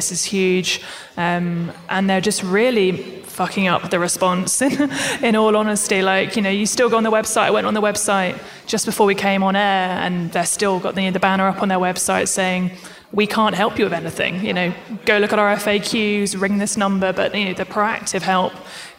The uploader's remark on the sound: Live on stage at our recent After Dark: London Calling event, in association with GPS.